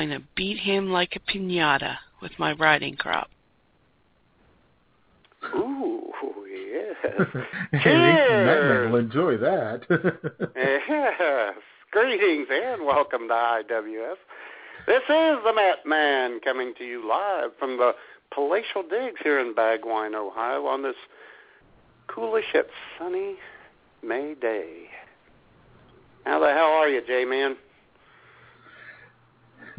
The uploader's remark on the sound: Holds a live, on-air Cinco de Mayo party. Take your phone calls.